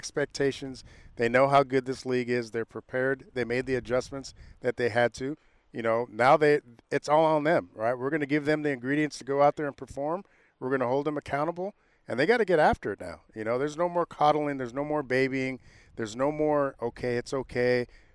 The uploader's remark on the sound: live from A's Spring Training